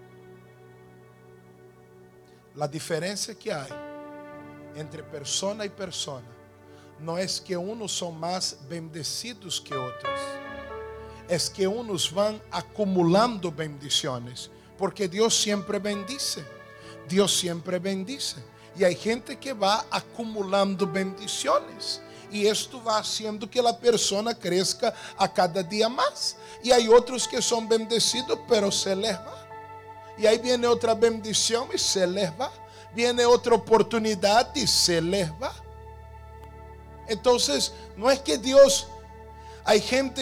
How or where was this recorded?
large echoing room